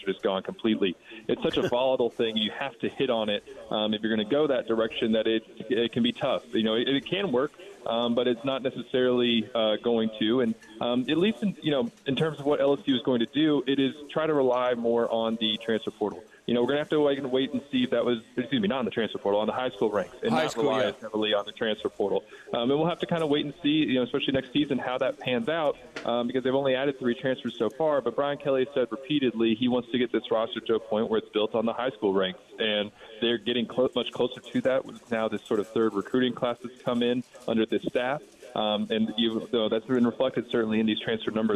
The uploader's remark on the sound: Broadcasting LIVE at the Rouses on Tchoup.